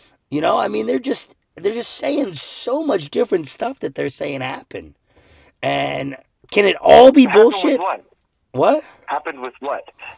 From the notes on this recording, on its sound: we are recording in the car